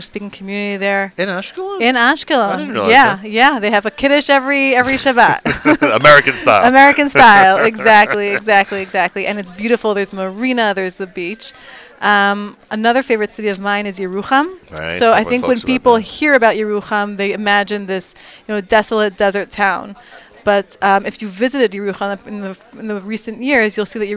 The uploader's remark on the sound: NSN Live from the 2019 Nefesh B'Nefesh Aliyah Mega Event in Teaneck, NJ